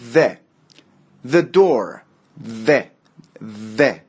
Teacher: ببینید یه چیزی بین د و ز، شما الان د رو تلفظ کنید میگین د، د، زبون میره پشت دندون قرار میگیره.